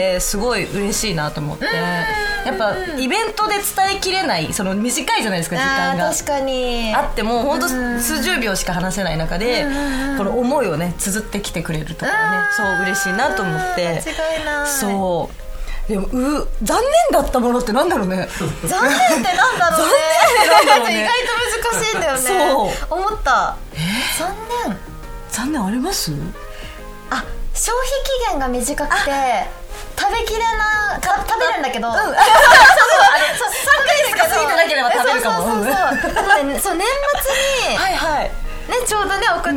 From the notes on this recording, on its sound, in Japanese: 好評につき2回目の公開収録です。